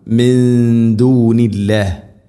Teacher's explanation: മയ്യത്തഖിദു, മയ്യത്തഖിദു മിൻ ദൂനില്ല, മിൻ ദു സാക്കിനാ നൂന് ശേഷം ദാൽ ഇഖ്ഫാ ബിഗുന്ന, നൂനിനെ അവ്യക്തമാക്കി മണിക്കണം.